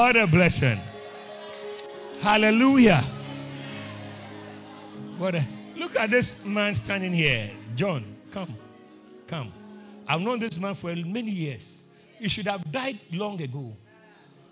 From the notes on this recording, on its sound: Preached at Christ Oilfields